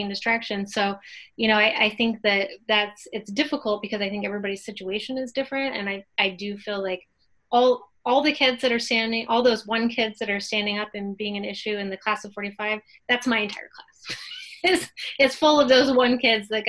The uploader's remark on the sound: In this episode of Inside the Box, we Zoomed